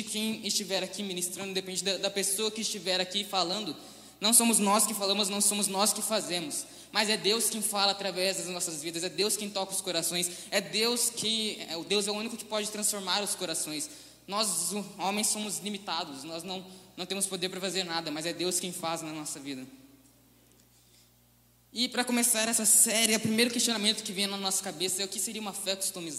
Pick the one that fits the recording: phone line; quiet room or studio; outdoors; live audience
live audience